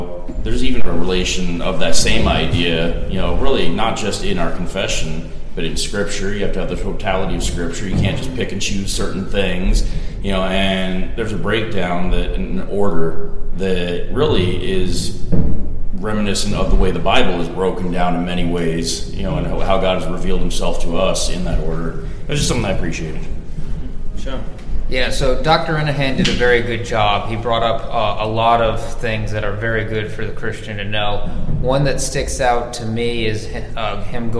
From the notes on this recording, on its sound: This is an off the cuff episode on location at the 2021 Keach Conference in Gloucester, VA. This audio is from a video we did on the Keach Conference.